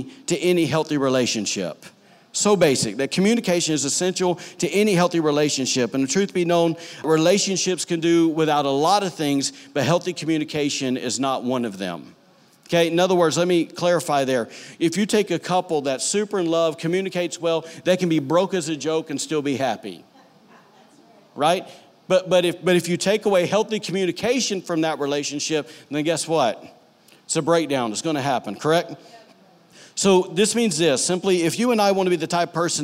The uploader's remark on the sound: During services at The Anchor Church in Rockport, Maine.